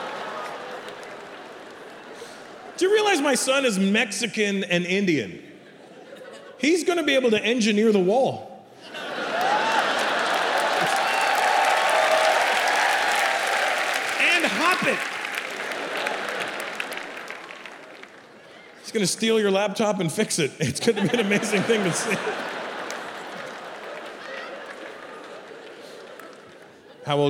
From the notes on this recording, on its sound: An international stand-up event from ‘the Motherland’. Recorded in front of a sold-out audience at Mumbai’s NSCI Stadium.